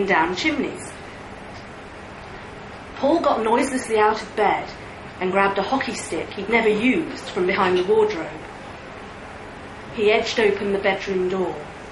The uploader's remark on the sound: read live at the liars league